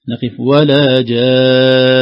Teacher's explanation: ولا جان، ننتبه لهذا، بعد المد اللازم مقدار 6 حركات نقف على النون المشددة بالغنة سواء وقفنا أو وصلنا، نقف ولا جان هكذا عند الوقف مقدار 2 حركات.